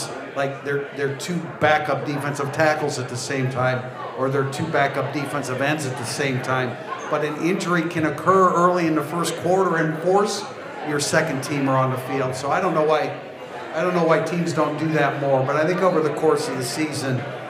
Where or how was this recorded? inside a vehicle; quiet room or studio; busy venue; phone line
busy venue